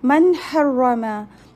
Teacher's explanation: noon sakin followed by the letter of throat, that means here we'll do izhar, no gunna or ikhfa